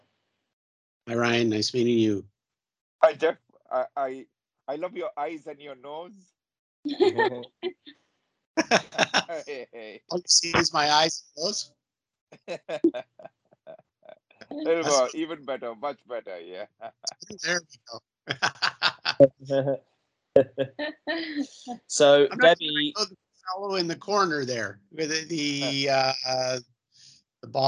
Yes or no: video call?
yes